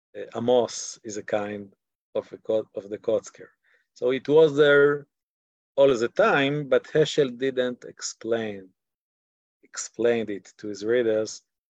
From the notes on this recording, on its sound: This audio was originally captured from Zoom